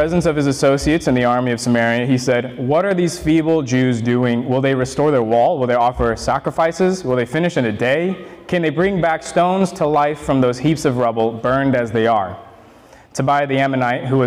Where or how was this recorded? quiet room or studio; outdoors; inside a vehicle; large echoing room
large echoing room